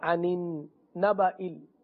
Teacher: انین نون نون کے ساتھ مل رہا ہے، یہاں پر غنہ بھی کریں گے، تشدید ہے، انین نبائل، صحیح ہے، حمزہ ہے، نبائل، آگے